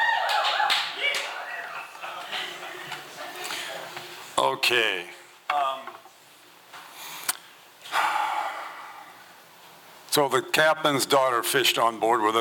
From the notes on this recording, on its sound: 2023 FPG-Ten Fifteen Theater-Saturday Night. At the Ten Fifteen Theater in Astoria, OR as part of the FisherPoetry Archive Project.